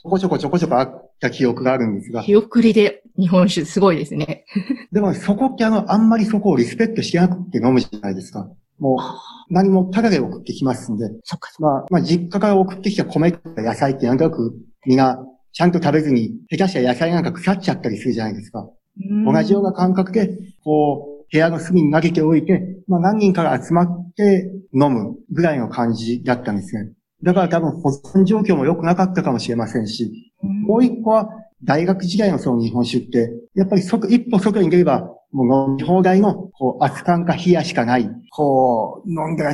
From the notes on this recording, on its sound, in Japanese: Zoom・オンラインでインタビュー収録をしています